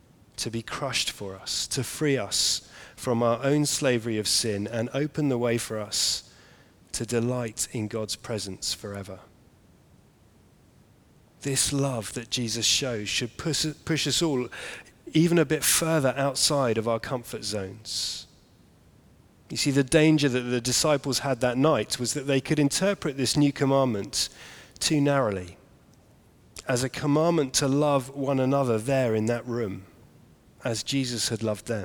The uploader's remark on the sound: Sermon preached at the Maundy Thursday evening service